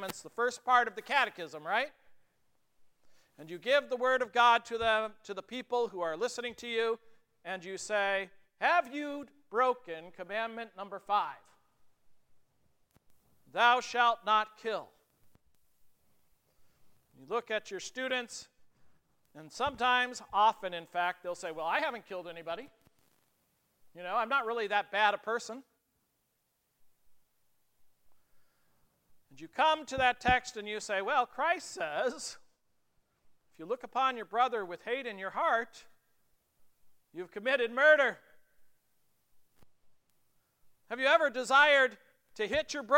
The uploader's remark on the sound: The Concordia North and Concordia South Circuits worked together for a Reformation Service at Grace Lutheran Church, Lexington.